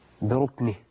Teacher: يبقى لازم يبين الهمس لان الكف ساكنه وفيها همس. ولا يبالغ يعني.